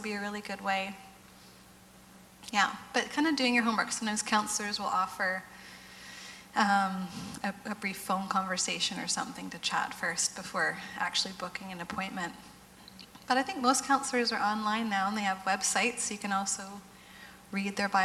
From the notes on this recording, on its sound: GT Conference Breakout Session